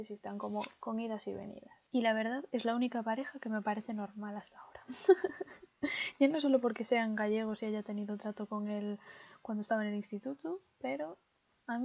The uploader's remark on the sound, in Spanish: Disculpen si se oye ruido de fondo, era mi primerito día, no volverá pasar.